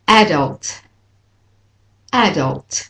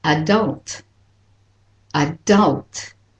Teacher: Today, what I would like to do is just say different words to show you how to stress for British and Australian English these particular words that have come into English from French have different stress. So, for the British and Australian way of saying these multisyllabic words, the first syllable is stressed. · Shown in: first take · And for the American way, the second syllable is stressed.